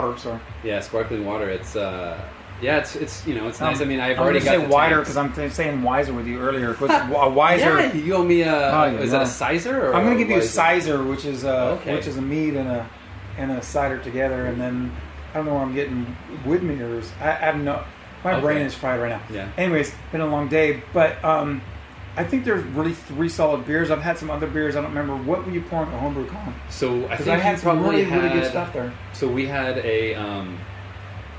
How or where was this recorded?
busy venue